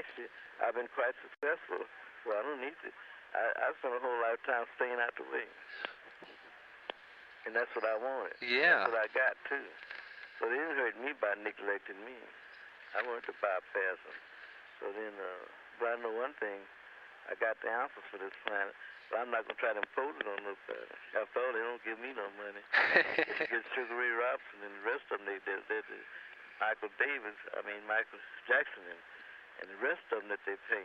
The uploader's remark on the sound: Phone call